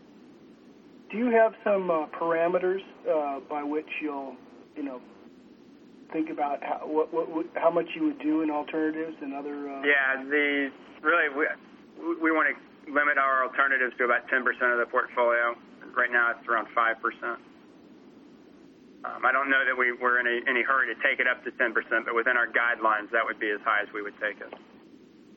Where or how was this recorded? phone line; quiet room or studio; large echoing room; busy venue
phone line